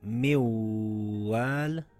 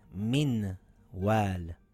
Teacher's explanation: The letter after it is a letter from the word yarmalun. Therefore, we drop the noon and hold it for two counts because it's not a lam or a ra · Shown in: first take · Therefore, it reads miwal, and not minwal. · Term: idgham